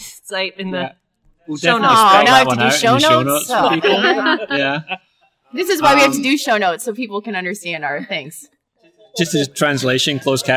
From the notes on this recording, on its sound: This episode was recorded live after the Iowa 1:1 Institute conference in Des Moines Iowa.